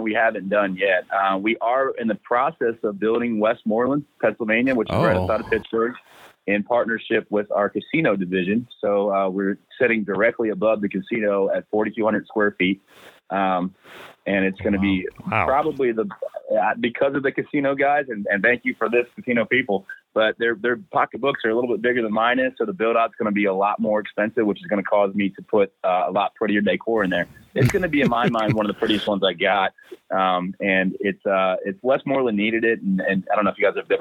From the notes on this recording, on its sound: for a quick phone call